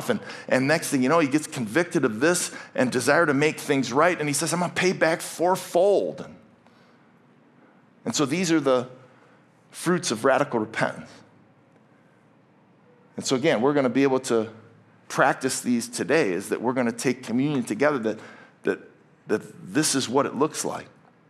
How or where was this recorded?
large echoing room